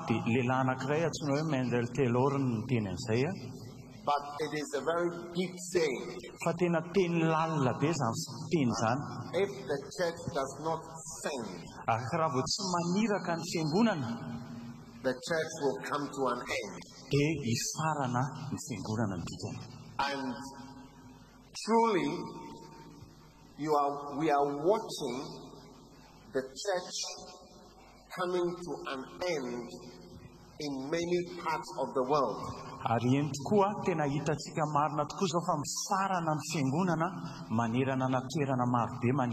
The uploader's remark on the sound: Preached at the Day 2 of the Healing Jesus Campaign Pastors Conference in June 2023, Antananarivo-Madagascar.